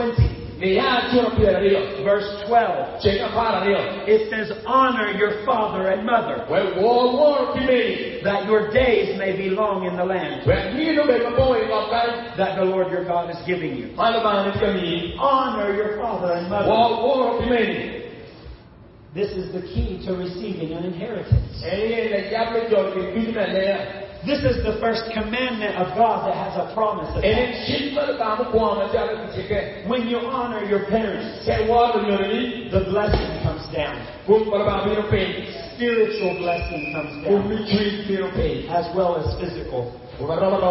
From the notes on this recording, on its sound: This sermon was preached at the believer's conference of the 2017 Ukombozi Gospel Outreach in Gulu, Uganda.